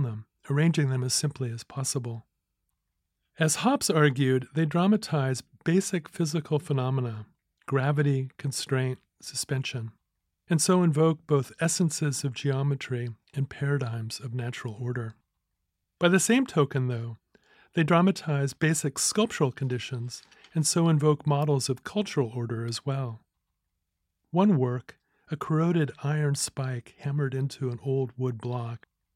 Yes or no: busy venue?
no